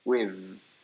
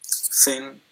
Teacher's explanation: So that's the difference between th and th. Basically, vibration, no vibration. I think you did it without vibration, and you should have, you know, had the voice, the th sound.